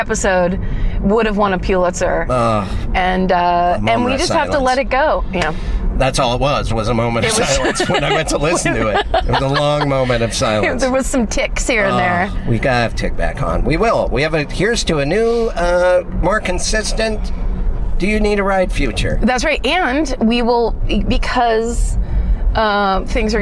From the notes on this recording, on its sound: All while driving!